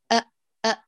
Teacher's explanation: أيوة الهمزة مجهورة. أحكمي إغلاق الوتران الصوتيان، فلا صوت يجري ولا نفس